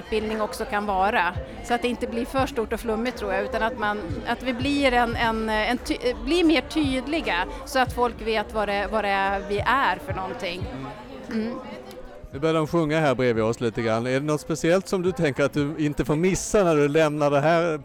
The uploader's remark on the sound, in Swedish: Folkbildningspodden ställer sex frågor till sex verksamma folkbildare under 2023 års Järvavecka i Stockholm med karuseller, film och partiledartal som ljudkuliss.